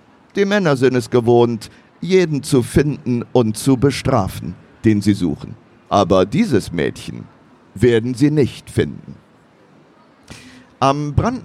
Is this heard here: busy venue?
yes